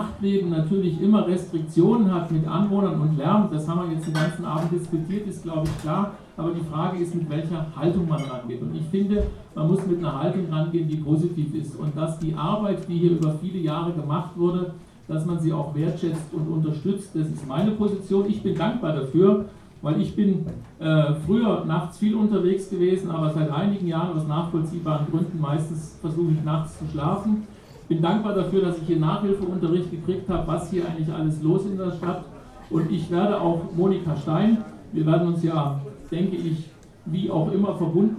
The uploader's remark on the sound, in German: gab es im Atlantik eine Podiumsdiskussion der anderen Art.